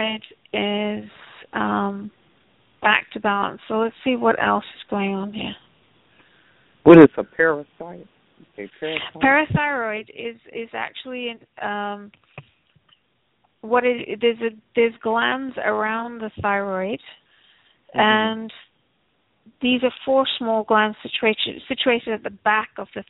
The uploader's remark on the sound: Takes your calls for healing live today!